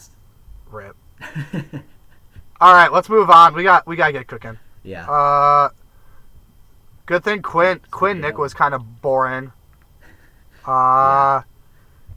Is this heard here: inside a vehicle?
yes